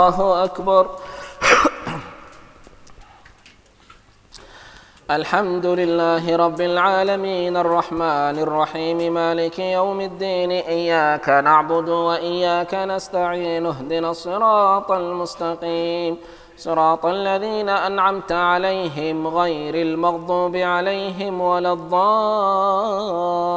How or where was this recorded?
large echoing room